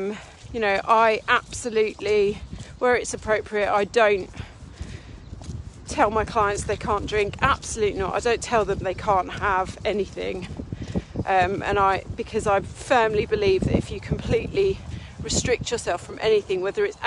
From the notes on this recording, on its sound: I recorded this episode out walking Henry so at some points you can hear a little bit of wind!